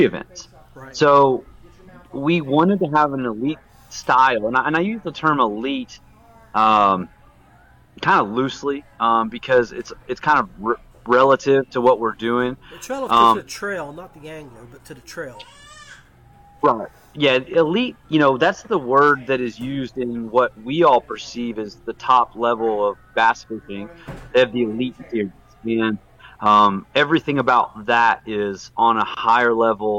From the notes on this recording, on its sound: Coming to you Live and Unfiltered from Maloney's Pub. Coming to you Live and Unfiltered from Maloney's Pub.